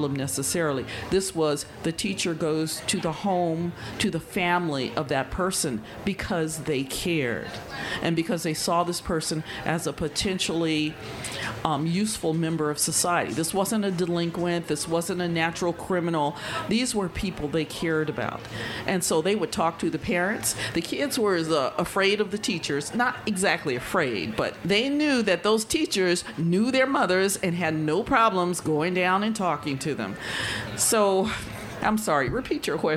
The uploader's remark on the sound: remarks made at the 2018 Tucson Festival of Books at the Nuestras Raices stage